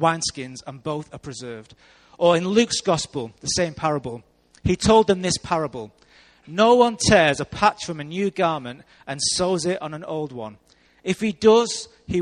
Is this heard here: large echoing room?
yes